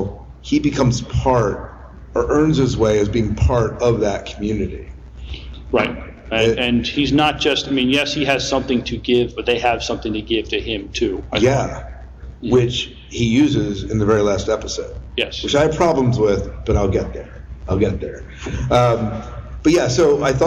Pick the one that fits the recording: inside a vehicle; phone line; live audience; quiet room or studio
live audience